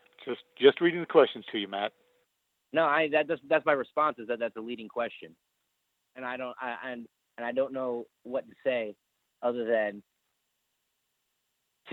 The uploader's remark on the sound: the full audio from the May 10, 2018 Impact Wrestling media call